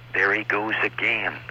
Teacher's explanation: it's kind of a soft, uh, breathy kind of a voice